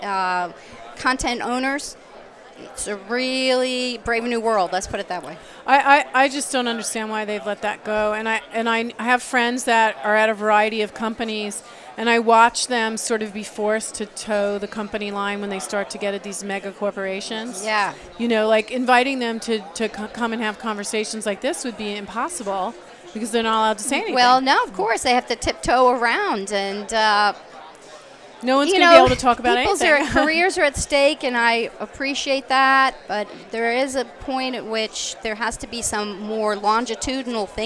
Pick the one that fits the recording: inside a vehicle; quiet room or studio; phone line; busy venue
busy venue